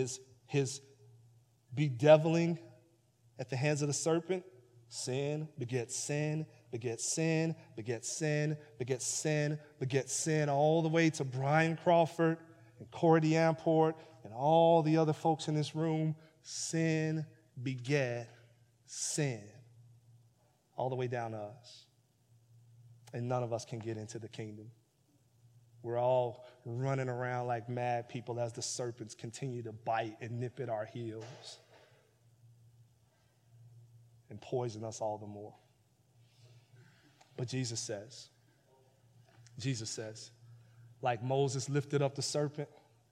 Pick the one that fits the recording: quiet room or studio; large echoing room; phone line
large echoing room